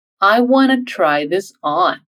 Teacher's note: contrair o want e o to e pronunciar como wanna.